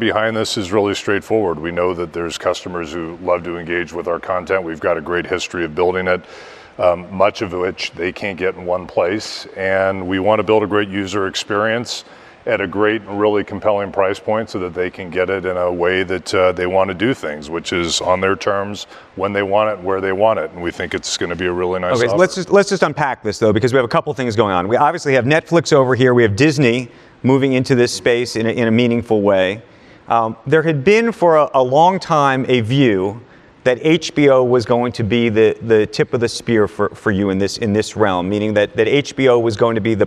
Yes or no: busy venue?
yes